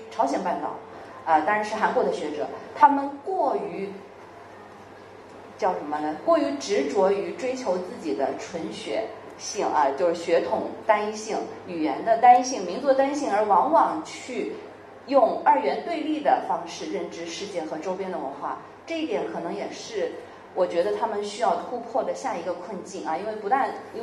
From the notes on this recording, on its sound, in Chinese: 现在就让我们通过声音，进入 “ 这本书 ” 的 分享活动现场吧！